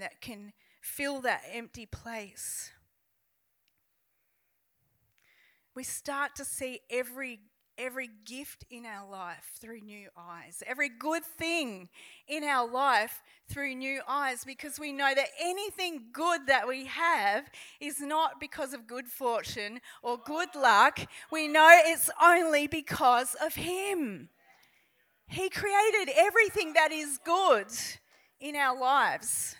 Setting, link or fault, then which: setting, large echoing room